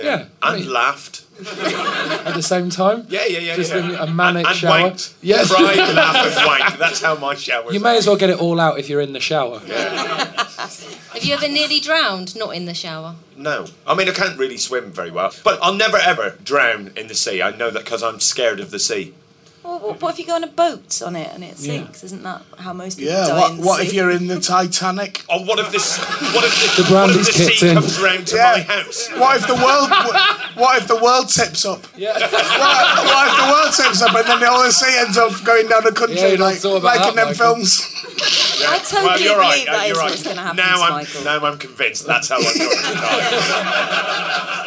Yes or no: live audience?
yes